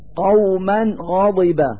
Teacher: فالفتحتان على الميم من كلمة قوما هو التنوين الذي يظهر في اللفظ نونا ساكنة لوجود حرف الغين بعده · Term: إظهار التنوين